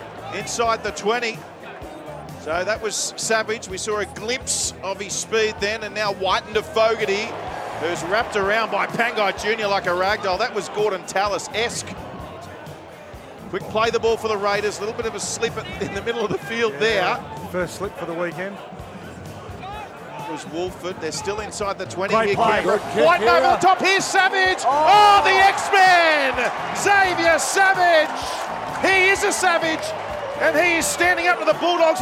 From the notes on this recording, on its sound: Live from Round 10 of the NRL, from SunCorp stadium in Brisbane for Magic Round